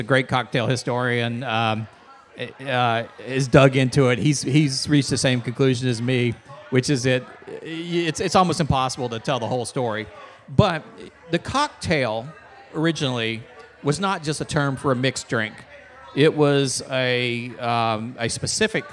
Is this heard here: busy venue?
yes